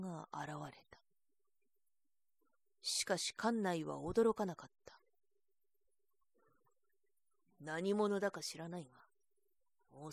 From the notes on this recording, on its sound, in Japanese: 自宅録音ですのでノイズなどはご了承くださいませ。